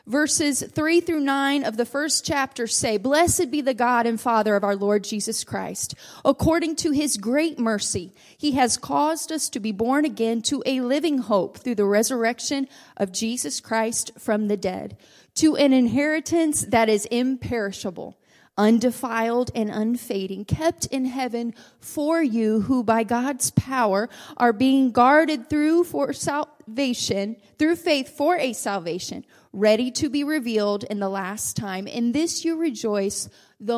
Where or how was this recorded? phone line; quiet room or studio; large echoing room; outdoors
large echoing room